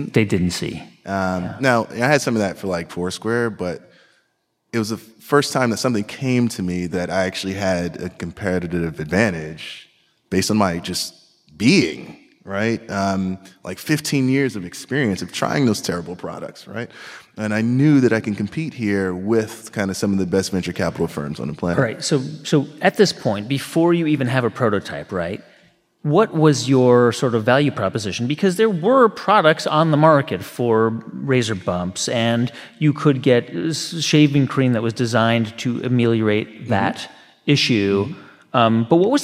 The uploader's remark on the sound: Live Episode!